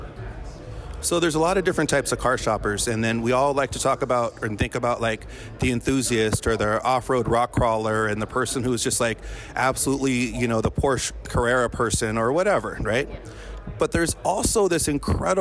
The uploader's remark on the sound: This episode was recorded on-site during Used Car Week 2023